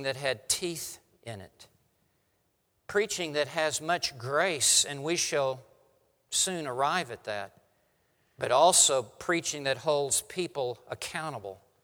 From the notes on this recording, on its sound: preaches at RTS Orlando on behalf of One Passion Conference